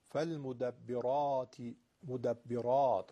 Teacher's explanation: را الف داره، مفتوحه، کشیده است انگار. چیکار میکنیم؟ تفخیم میدیم.